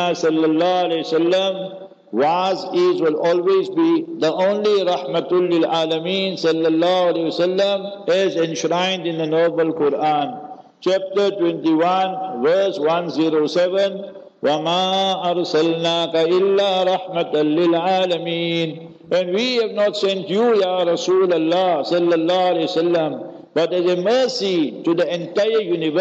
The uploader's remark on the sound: Local Jumah Lecture At Masjid Al Hilal